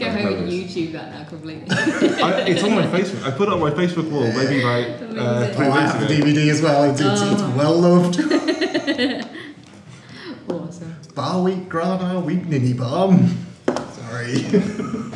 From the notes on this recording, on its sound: Shows recorded at Hide N Geek for Free Comic Book Day 2016.